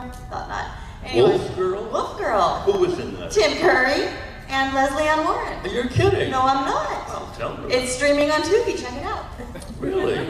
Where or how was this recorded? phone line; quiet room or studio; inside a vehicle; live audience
live audience